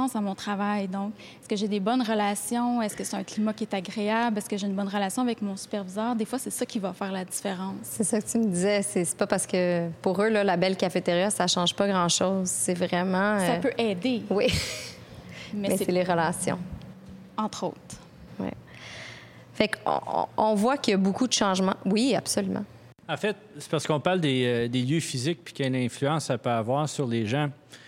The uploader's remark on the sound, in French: Le Technopôle Angus a accueilli des dirigeants visionnaires de la communauté d’affaires montréalaise lors d'une rencontre sur le thème. Sous forme de mini-conférence informelle et chaleureuse, cette soirée fut l'occasion de réfléchir l’entreprise de demain.